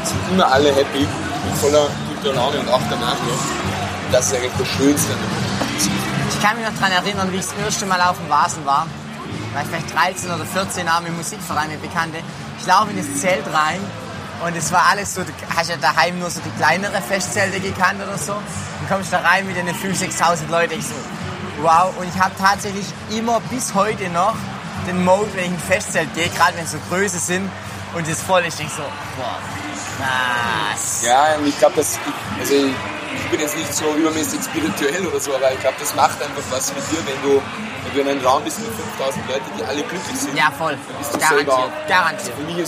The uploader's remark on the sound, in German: Live vom Canstatter Wasen